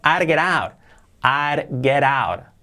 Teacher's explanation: Contraído, I'll get out. Fijaos cómo las T's las convierten en R suave.